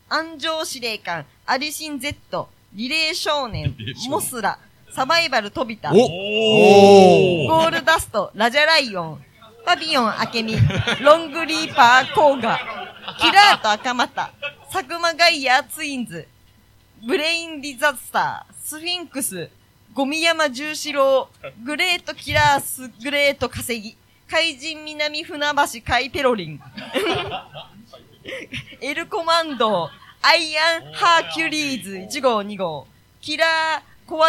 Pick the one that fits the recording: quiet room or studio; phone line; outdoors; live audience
live audience